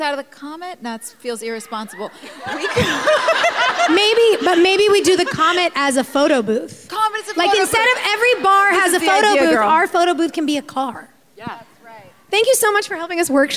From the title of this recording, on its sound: LIVE IN BOSTON